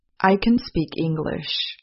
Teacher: Note that the content words, such as speak and English, are stressed. Note that the auxiliary verb can is not stressed. · Term: word stress